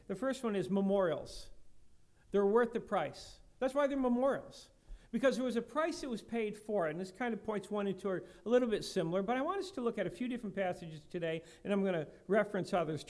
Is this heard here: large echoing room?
yes